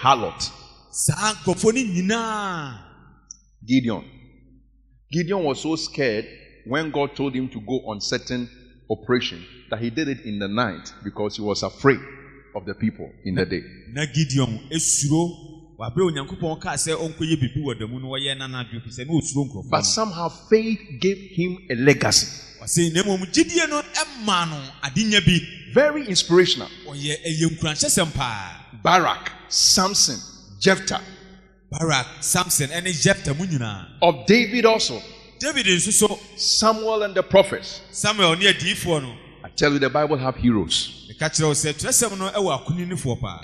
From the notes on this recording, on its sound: Preached at Grace and Truth Tabernacle int.